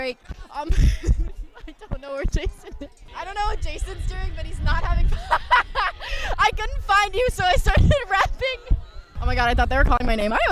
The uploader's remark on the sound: In the midst of the Homecoming football game and the last performances of the marching band 2022 season, the drum majors are once again given microphones. Listen to some spaced-out rambling, interviews, and several fight songs.